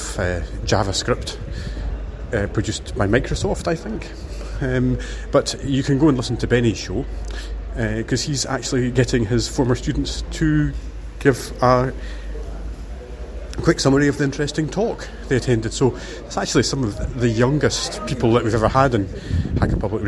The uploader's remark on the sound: FOSDEM first impressions. This audio is recorded in snippets in between manning the stand and gives some off-the-cuff observations from a FOSDEM noob.